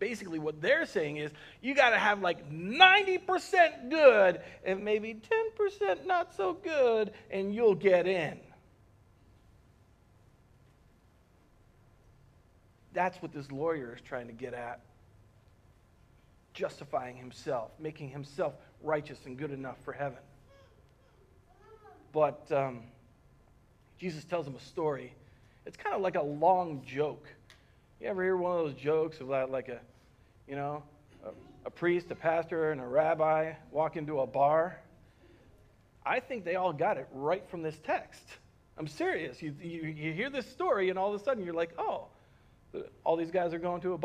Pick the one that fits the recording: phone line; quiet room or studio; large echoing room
large echoing room